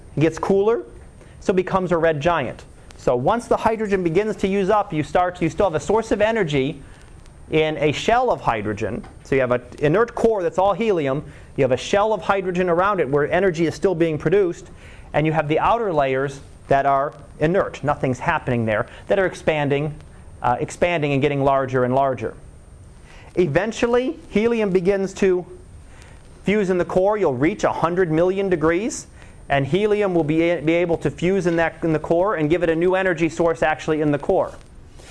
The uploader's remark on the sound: Live Class Lecture 2013 Oct 30